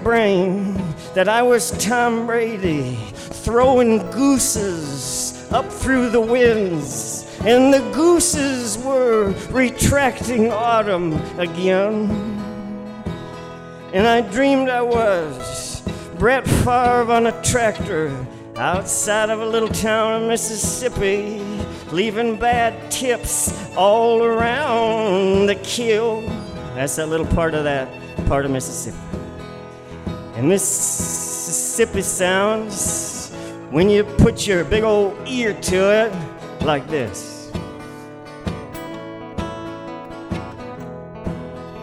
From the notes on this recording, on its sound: Van Sessions at The Monarch. As recorded LIVE inside The Monarch Building in Ogden, Utah during Ogden's First Friday Art Stroll.